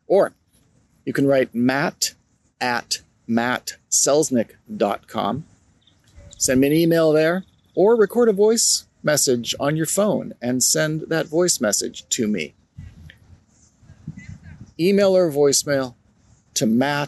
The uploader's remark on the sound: Recorded outdoors under the clear blue late winter skies at a park. I used Easy Voice Recorder Pro , an Android app, to record this episode. It’s outdoors, so it sounds a little different!